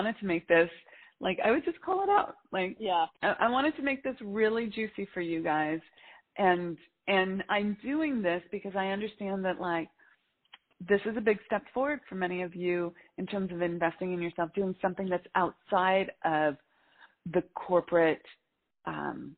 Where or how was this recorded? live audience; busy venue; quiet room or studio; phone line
phone line